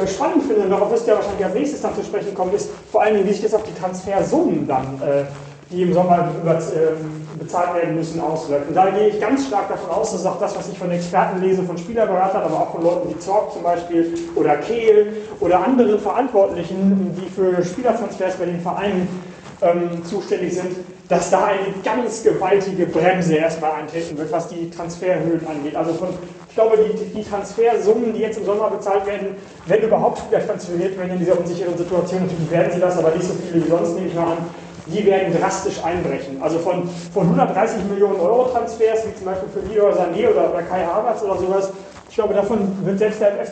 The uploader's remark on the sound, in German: Entschuldigt bitte die schlechte Tonqualität. Ging diese Woche nicht anders.